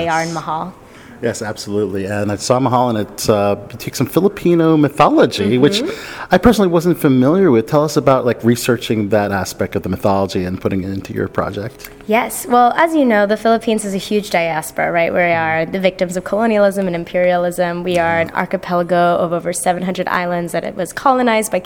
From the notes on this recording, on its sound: interviews from the 2023 Tribeca Festival